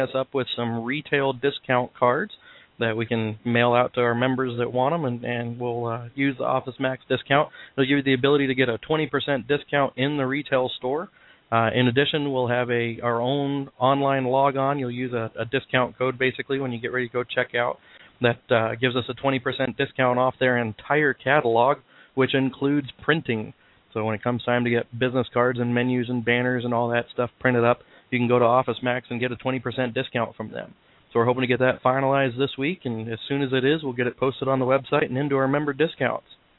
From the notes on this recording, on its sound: We will be taking live callers questions and comments. Call in during the live Hot Dog Vendor Radio show with your questions or comments.